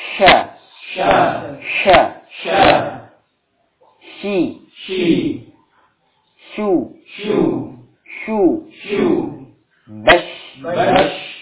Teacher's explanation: shin ya termasuk huruf yang memiliki sifat hamas. Ya. Nafasnya keluar.